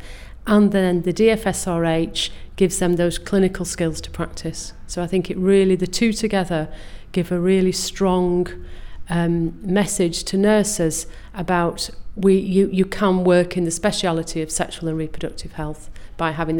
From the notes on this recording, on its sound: This podcast was recorded at the FSRH Nurses Conference, September 2014.